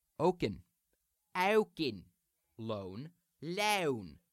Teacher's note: With the tongue lowering, the resonance partly accounting for that sound ah being uttered before the tongue can return to its normal O, American O, placement, all right? We now have a triphthong or three-stage vowel beginning with ah.